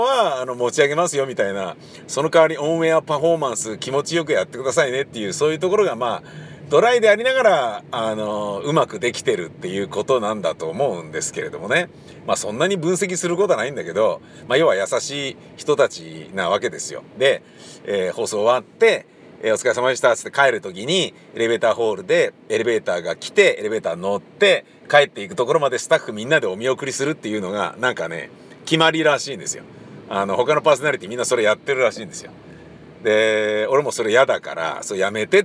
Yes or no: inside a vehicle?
yes